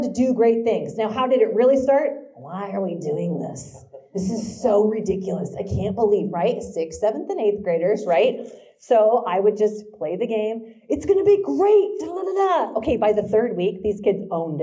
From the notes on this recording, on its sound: This week's LIVE episode comes from the first ever Manhattan, KS Teacher Prayer Breakfast!